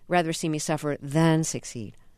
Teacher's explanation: the accent is on the than